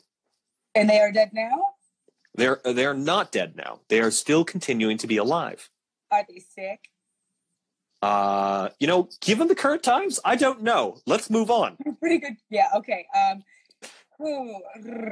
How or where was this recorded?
video call